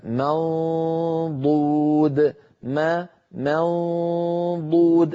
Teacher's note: أنتقل من ميم مرققة إلى قرب مخرج الضاد، من غير إغلاق ضو، فلما أصل إلى صوت الضاد أضغط وأغلق المخرج منضو، فلما أقول ضو عندئذ يكون الإغلاق ويكون نطق الضاد المستعلية المطبقة المستطيلة.